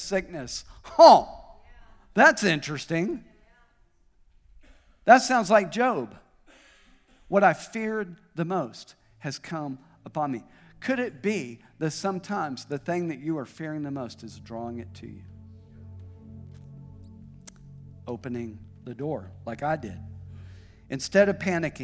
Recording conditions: large echoing room